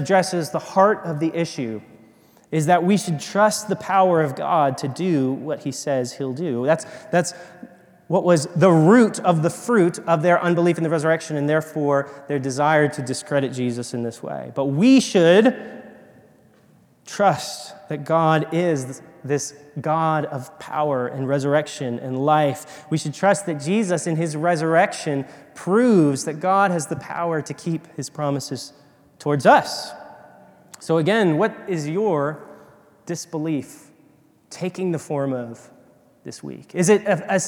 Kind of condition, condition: setting, large echoing room